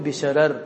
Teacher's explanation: يوقف عليها بالترقيق. لماذا؟ ترقق الآخرة لترقيق الأولى الذي كان من أجل ترقيق الآخرة